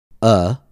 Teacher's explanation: Uh is the neutral sound of English. Your tongue is centered, flat, and relaxed. There is no muscular contraction. Your lips are relaxed as well. · Term: schwa sound